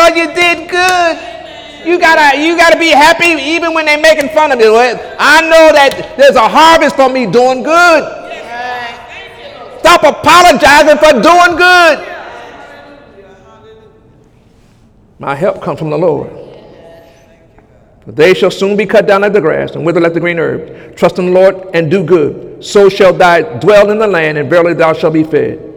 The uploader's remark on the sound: During Sunday morning service on November 26, 2017